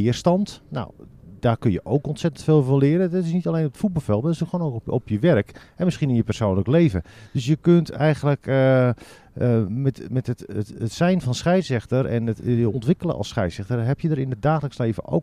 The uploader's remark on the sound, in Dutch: De eerste aflevering van ons tweede seizoen is opgenomen in de buitenlucht. Vanaf het prachtige terras op de Krom met zicht op de velden.